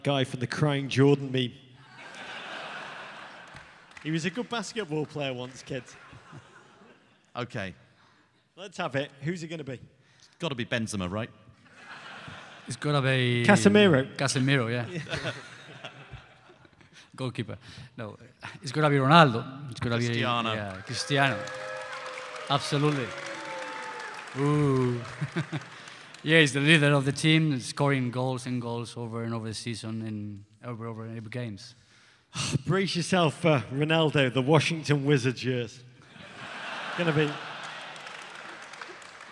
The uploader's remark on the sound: Live at MLS All-Star Week in Chicago. Live from Chicago's Harris Theater.